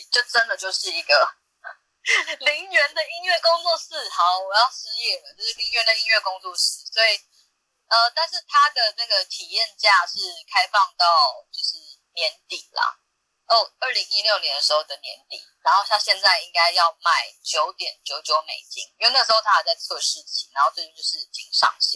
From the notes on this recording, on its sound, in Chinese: Clubhouse的電話錄音就是悲劇一場。